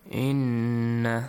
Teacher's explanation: Inna, make sure you pronounce it with a nasal sound. And extend it for two counts.